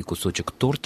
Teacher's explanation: ударение всегда во всех формах сохраняется в одном и том же месте, на корне. То есть так же, как и форма множественного числа именительного падежа будет торт, и так и кусочек торта, только так, торта – это очень и очень вульгарно.